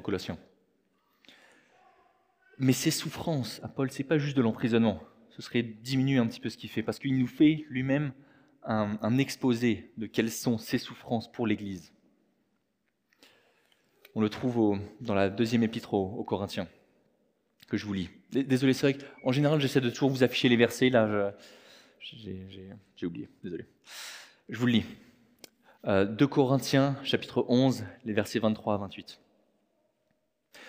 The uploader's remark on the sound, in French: Enregistré à l'église CVV, le 30/04/2023